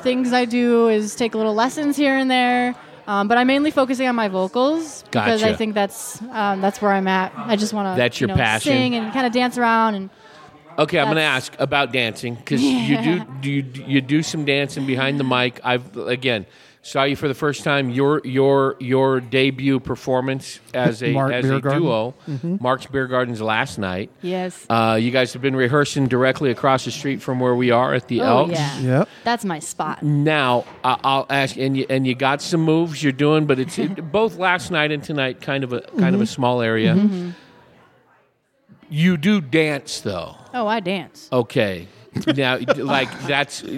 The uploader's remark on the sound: Live from the Hassayampa Inn. Recorded at Hassayampa Inn in Prescott, AZ.